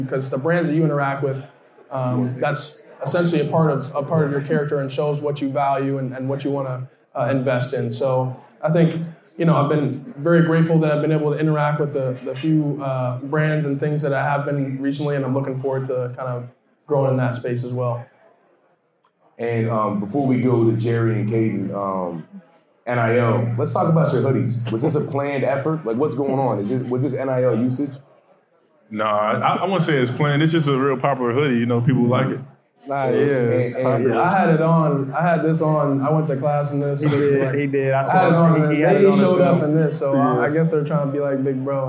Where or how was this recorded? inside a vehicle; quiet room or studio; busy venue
busy venue